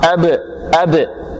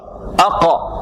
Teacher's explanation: اضطراب في مخرج الحرف، في مكان خروج الحرف يضطرب، هذه القلقلة